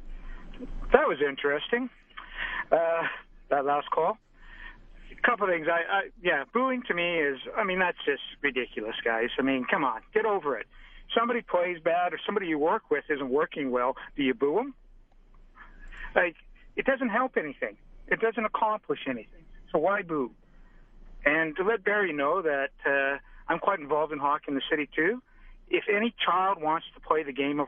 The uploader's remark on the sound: Opens the phone lines to talk about booing at the games.